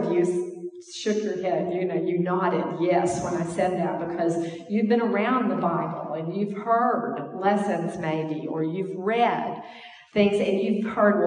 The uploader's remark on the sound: This is an audio sermon recorded at the Portland Church in Portland, OR.